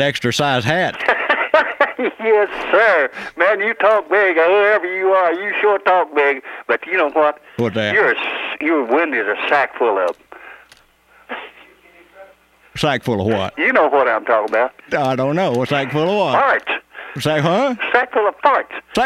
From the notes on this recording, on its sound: Personal Prank Phone Calls Collection